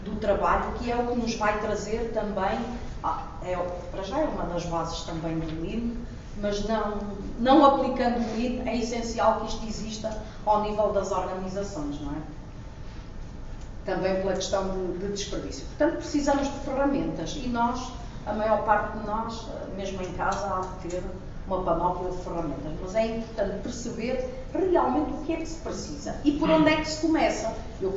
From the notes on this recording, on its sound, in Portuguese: Audio da primeira comunicação das XVI Jornadas de Boas Práticas Lean.